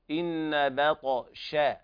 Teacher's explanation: والطاء من الحروف المقلقلة لأنها ساكنة، قلقلة صغرى. إن باء باء هكذا، إن بط بطش، والشين كذلك فيها تفشي.